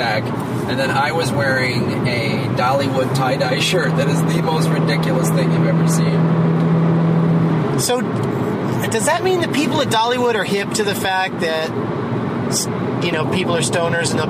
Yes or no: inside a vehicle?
yes